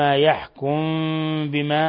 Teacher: ميم ساكنة جاء بعدها الباء إخفاء شفوي